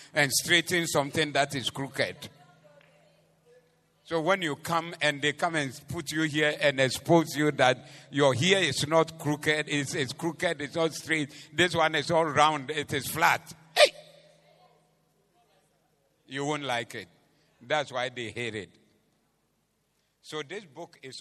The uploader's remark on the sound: Preached at the Doxa Service 11062023